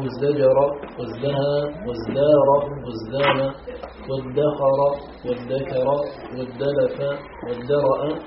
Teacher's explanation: وذلك أن الزاي والدال والذال حروف مجهورة والتاء حرف مهموس فأبدلوا من التاء الدال لأنها من مخرجها وهي مجهورة فتوافق بجهرها جهر الزاي والدال والذال ويقع العمل من جهة واحدة.